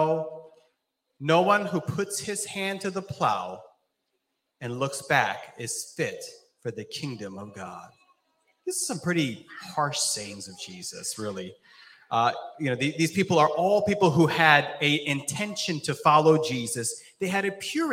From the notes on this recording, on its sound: This JAT was recorded live on June 26th, 2022 at Newark United Pentecostal Church.